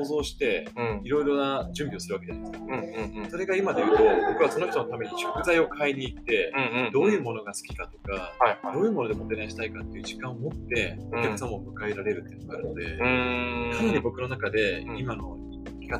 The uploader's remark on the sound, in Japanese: 今回の収録はゲスト回ということで、外部で一発録りをしている都合、背景にノイズ・人の声が入ってしまっております。